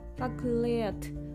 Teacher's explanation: この R の後に T が来るので普通に喋ってる時はあの巻きません